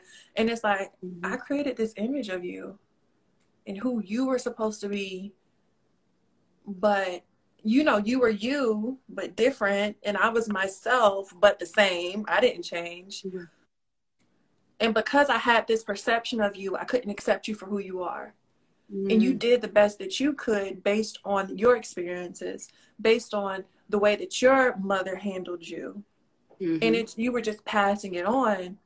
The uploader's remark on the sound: a special Instagram Live #WFH edition